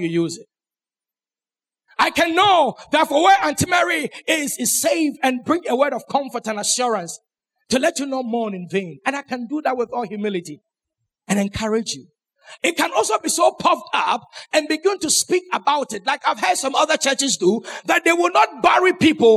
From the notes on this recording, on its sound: Sermon preached at CBC Adabraka Campus